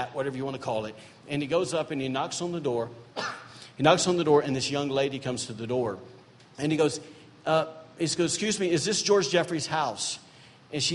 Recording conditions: large echoing room